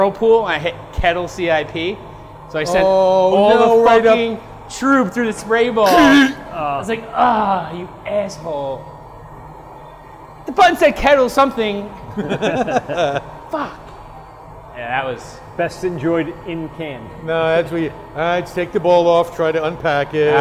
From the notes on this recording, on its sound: LIVE at Dubco. Head to Destination Unknown Beer Co for a LIVE brew day!